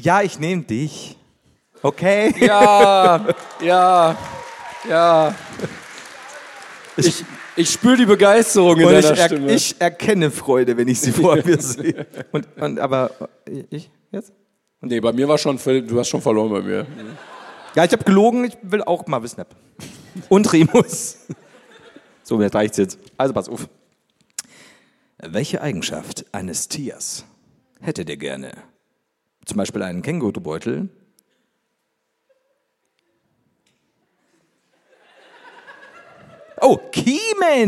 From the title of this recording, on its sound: LIVE in Essen